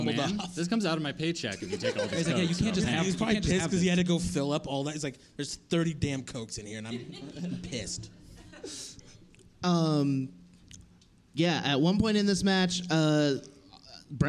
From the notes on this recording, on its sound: This is our first ever live show from Storyfort during Treefort Music Fest 2019!